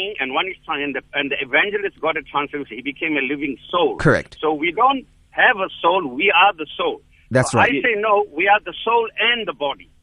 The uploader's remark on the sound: Guest on the phone.